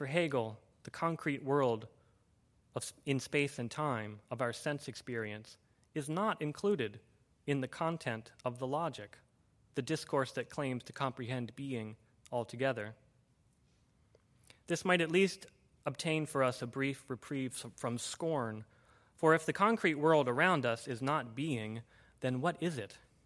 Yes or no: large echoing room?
yes